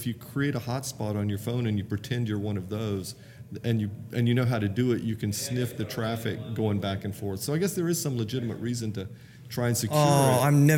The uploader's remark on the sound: In this episode I once again head to the Marriott in downtown Kansas City again for the second Day of the NBBQA Conference. Not only was I able to record a series of killer interviews, but you’ll also find the recording of the Excellence Awards Ceremony where the who’s-who of BBQ were recognised for all their hard work.